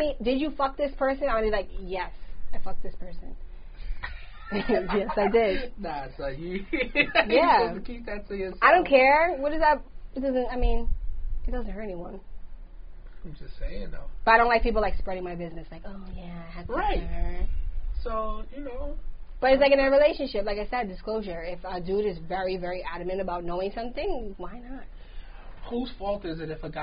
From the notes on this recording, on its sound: It was like some extra after the show show shit a lil behind the scene lol excuse the sound quality this was before the equipment upgrade.